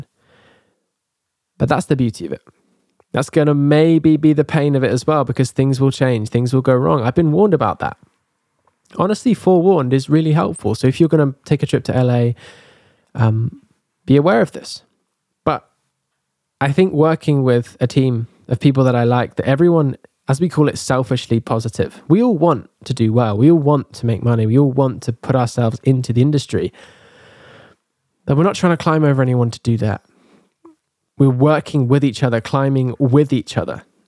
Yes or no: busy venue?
no